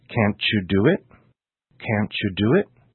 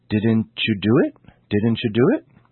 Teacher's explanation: when a word ending in the T sound, T, is followed by a word beginning in a Y sound, Y, you get the sound CH.